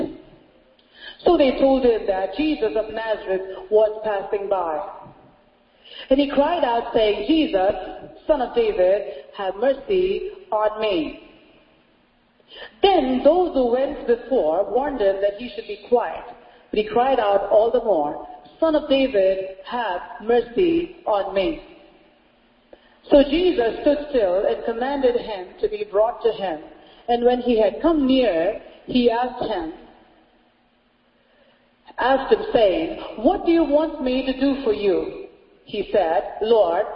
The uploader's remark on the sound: Sunday Service Message